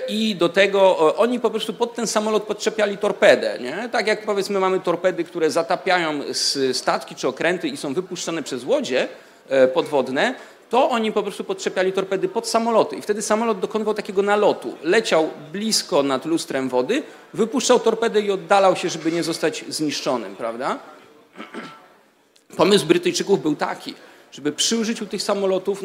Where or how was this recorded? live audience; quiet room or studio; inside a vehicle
live audience